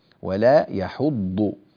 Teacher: الضاد نعطيها حقها من التفخيم، بعض الناس يجعل الضاد قريبة إلى الدال، ولا يحض يحض، لا ولا يحض، ونفخم ونملأ الفم بالضاد هكذا ولا يحض.